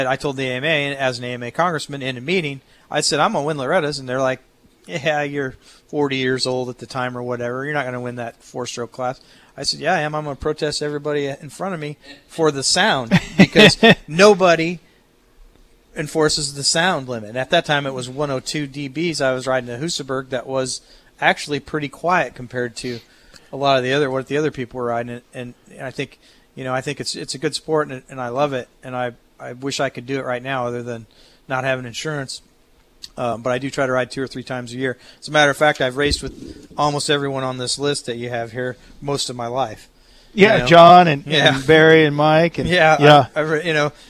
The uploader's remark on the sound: live from Pole Position Raceway in Grimes, Iowa